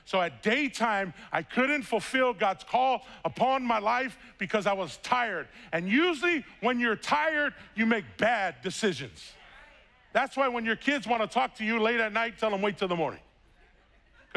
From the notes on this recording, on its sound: was preached on August 1st at the 11:30AM service.